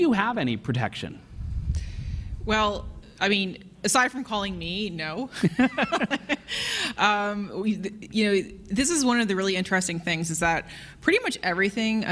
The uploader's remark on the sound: Live from CSFN. From Ottawa at the Canada Strong and Free Conference!